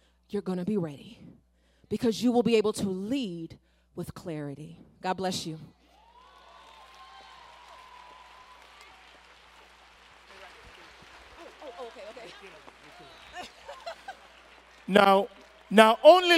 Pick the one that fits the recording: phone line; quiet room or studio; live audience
live audience